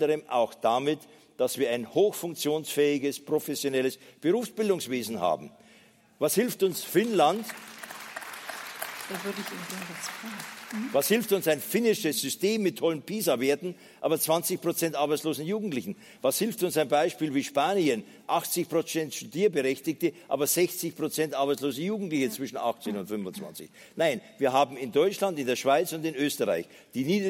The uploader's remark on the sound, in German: Podiumsdiskussion beim Kongress Freude am Glauben 2014.